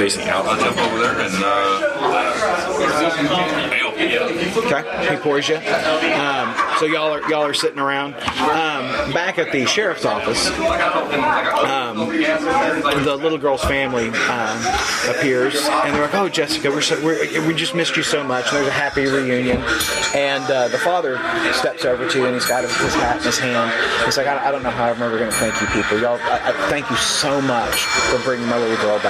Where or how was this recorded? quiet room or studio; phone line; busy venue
busy venue